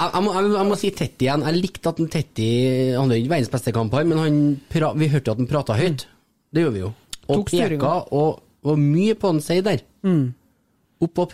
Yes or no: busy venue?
no